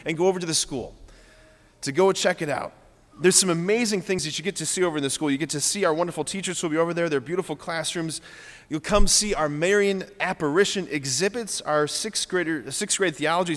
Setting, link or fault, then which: setting, large echoing room